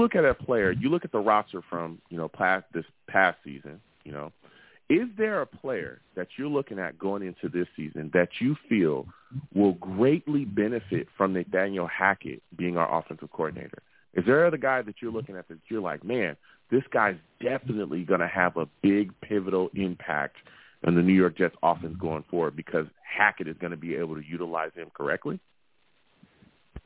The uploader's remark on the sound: I take live callers!